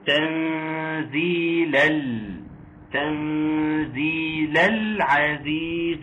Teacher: العزيز اللام قمرية حكمها الإظهار · Term: الاظهار